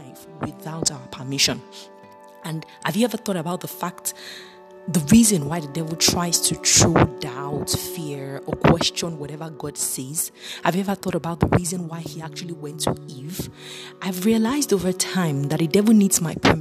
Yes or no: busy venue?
no